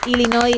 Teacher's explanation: Así que sin pronunciar la S final, Illinois, una vez más, tu apunte de geografía que nos viene muy bien, ¿eh?